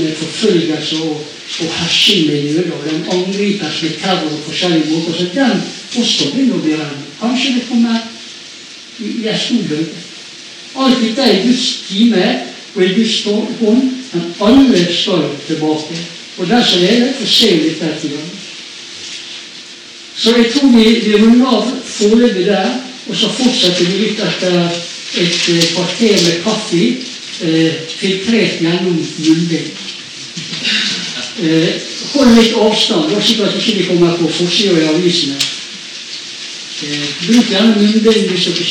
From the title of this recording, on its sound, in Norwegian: Beklager dårlig lyd